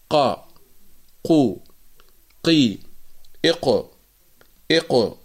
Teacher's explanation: تخرج القاف من أقصى اللسان مع ما يقابله من الحنك الأعلى اللحمي، وهي المنطقة الرخوة في أقصى في آخر يعني الحنك الأعلى.